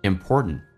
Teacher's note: 最后一个 t 不发音属于叫做略音，因为后面是一个单词是以辅音开头